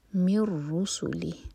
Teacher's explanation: امٹی نون کے بعد را تو ادغام بغیر غنہ کے